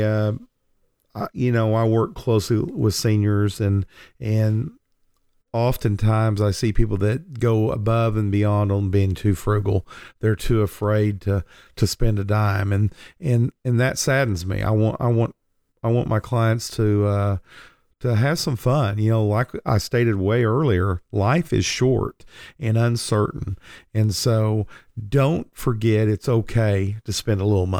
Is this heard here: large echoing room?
no